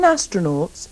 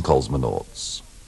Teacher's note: remember to pronounce the O in astronaut and the second O in cosmonaut with a schwa